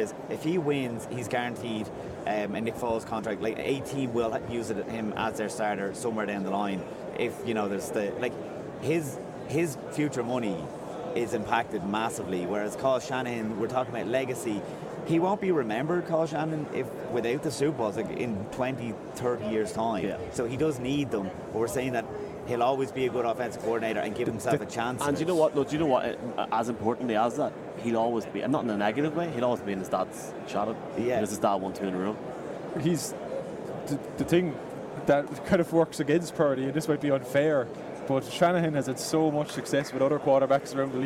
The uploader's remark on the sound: From Radio Row